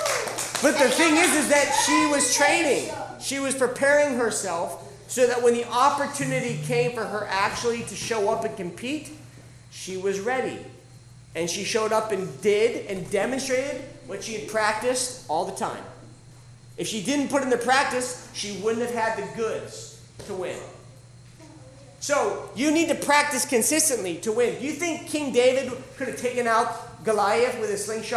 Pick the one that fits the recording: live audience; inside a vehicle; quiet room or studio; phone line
live audience